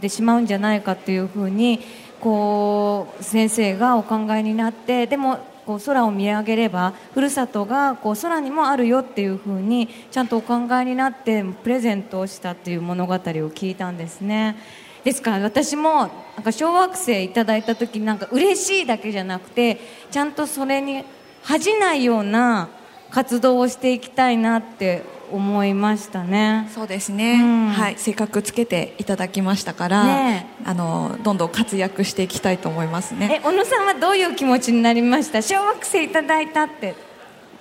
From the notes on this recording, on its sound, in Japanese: 今回はさがみ湖リゾート プレジャーフォレストで行われた公開録音の模様をお届けします。